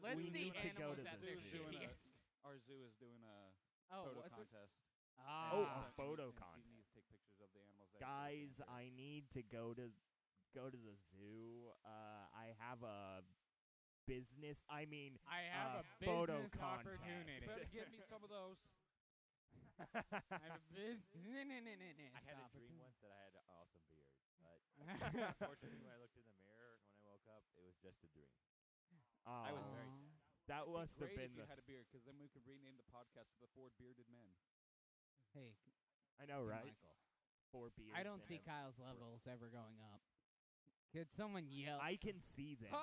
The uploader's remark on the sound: GREAT CONTENT WISE, TERRIBLE AUDIO WISE!